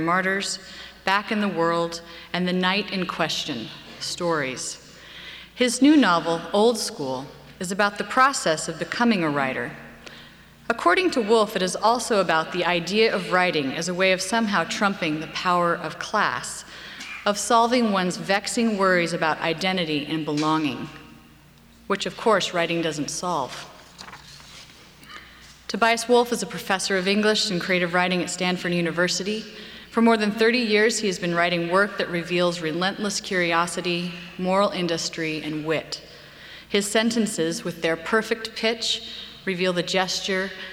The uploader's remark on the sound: we bring you a lecture from the 2003/2004 season of Portland Arts & Lectures